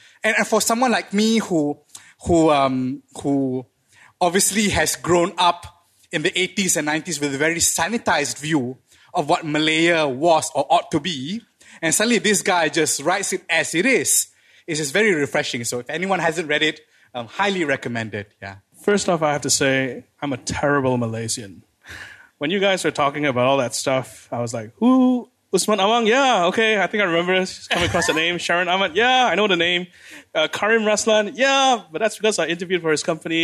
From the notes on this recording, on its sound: The good folks over at Lit Books played host to our first ever Bookmark Live event. This podcast is a live taping of that conversation.